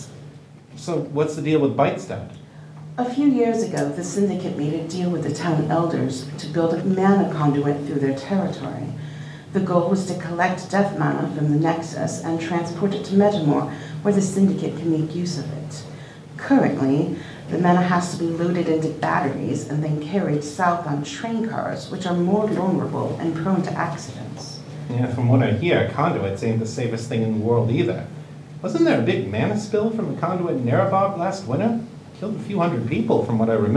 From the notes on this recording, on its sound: LIVE at Balticon 51